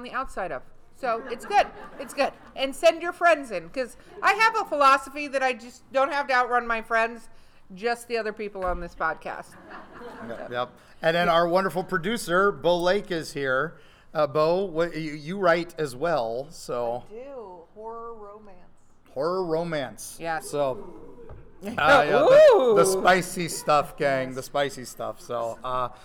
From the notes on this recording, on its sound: We're LIVE at MegaCon, but we're also not so live in the Eerie Travels recording studio